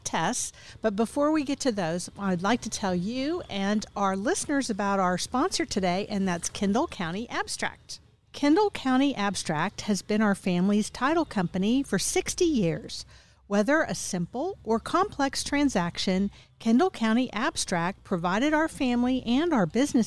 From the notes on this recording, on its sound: Recorded at Wheelers Western Outfitters